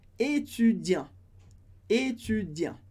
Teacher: Étudiant significa estudante, mas a gente não fala o T.